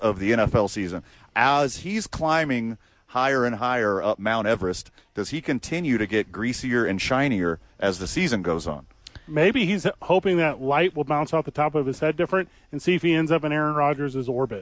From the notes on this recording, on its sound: live from ABQ AXE